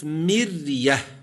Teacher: الراء هنا ساكنة وقبلها كسر أصلي متصل، وقعت الراء في وسط الكلمة · Term: الراء الساكنة